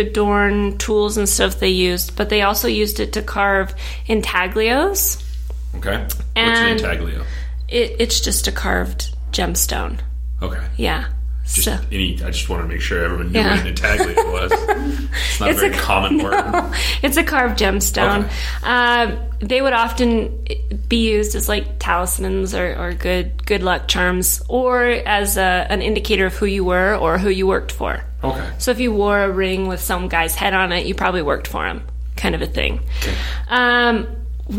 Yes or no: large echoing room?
no